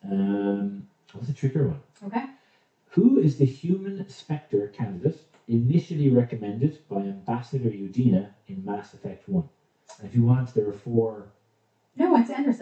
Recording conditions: poor sound quality